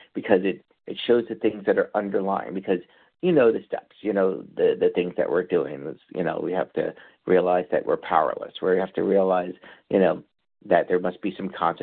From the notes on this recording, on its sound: qualification from the 100 Pounders Phone Meeting